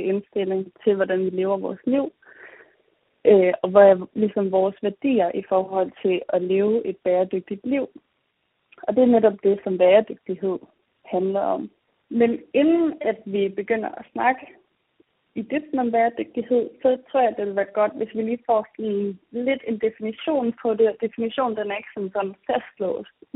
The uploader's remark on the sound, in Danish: Det er juletid, og vi er hver især taget hjem på juleferie ved vores forældre. Dagens afsnit optaget over et telefonopkald, og lydkvaliteten er derfor ikke noget vi vil prale med.